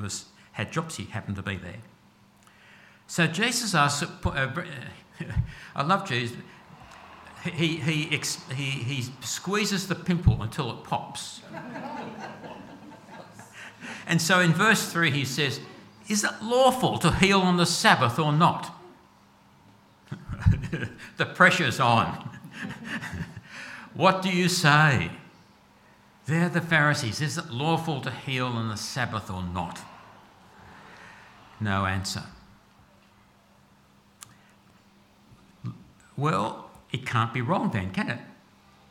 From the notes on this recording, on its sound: At all services of Helensburgh and Stanwell Park Anglican Church.